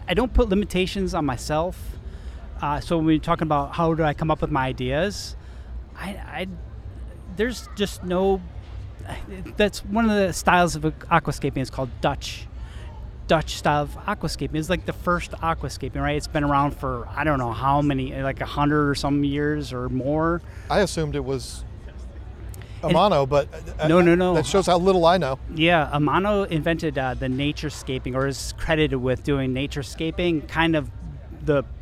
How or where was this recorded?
busy venue